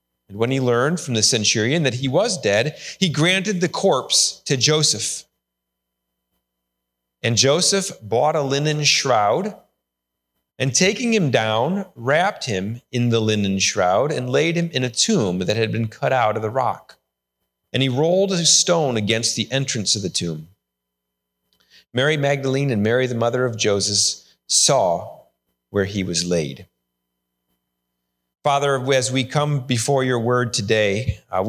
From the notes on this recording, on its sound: Sermon recorded live AT HOLLAND FMC! The service was held indoor with many adjustments to provide a safe experience.